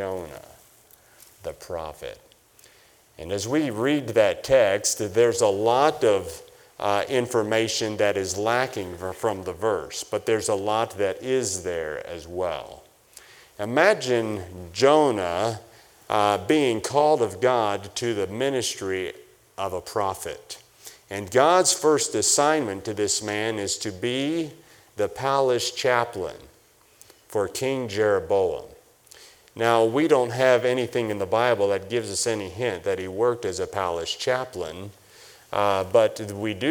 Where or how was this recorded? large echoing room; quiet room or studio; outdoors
large echoing room